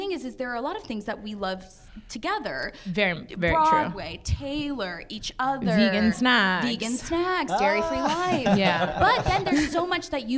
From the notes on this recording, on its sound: At this year’s BroadwayCon, The Broadway Podcast Network family — went BIG! This week’s Episode is from our live recording.